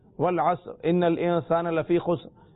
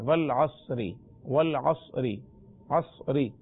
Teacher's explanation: اگر وقف نہ کریں تو پھر را کے نیچے زیر پڑھیں · Shown in: second take · والعصری والعصری عصری، اور وقف کی صورت میں والعصر، را کی ہلکی سی آواز آئے گی والعصر.